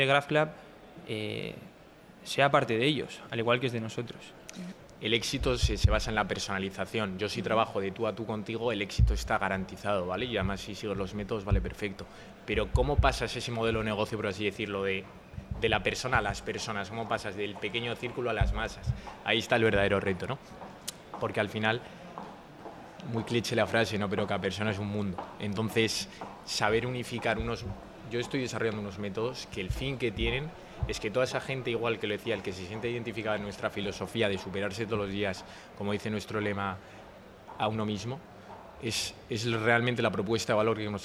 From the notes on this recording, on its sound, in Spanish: Tercero de los seis episodios especiales grabados en Bventure 2022, el mayor evento de emprendimiento de la zona norte.